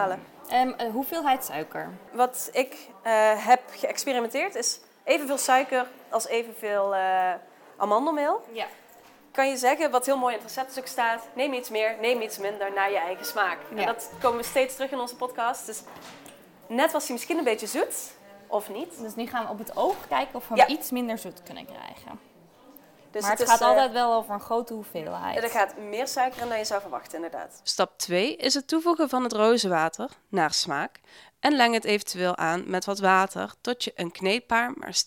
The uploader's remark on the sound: live vanaf het Foodie Festival in Amsterdam!